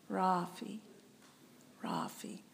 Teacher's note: The emphasis is on the ah, the first ra, ah.